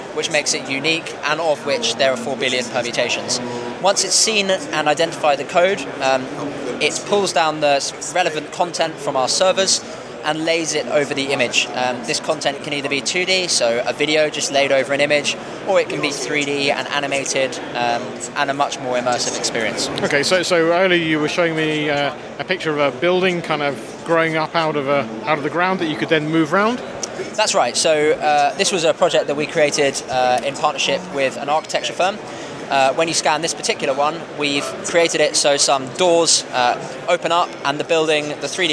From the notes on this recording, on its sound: Returning to my interviews from this year’s Gadget Show Live and the Wearable Technology Show.